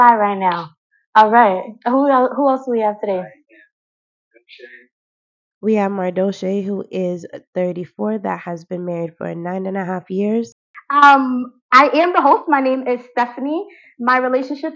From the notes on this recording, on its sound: I do apologize for the poor audio as I am learning as I go through this journey.